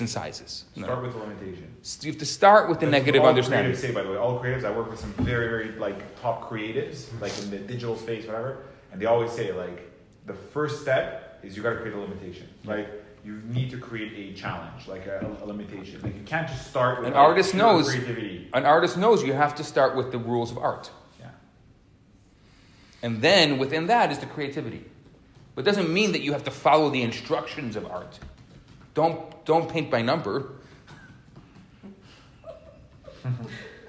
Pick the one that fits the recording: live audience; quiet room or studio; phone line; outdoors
live audience